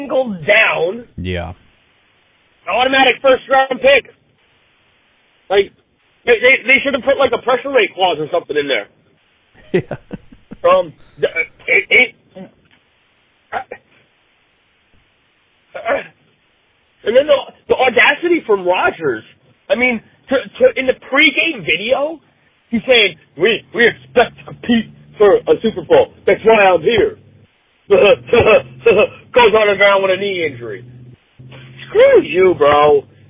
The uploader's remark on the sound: Packers fans call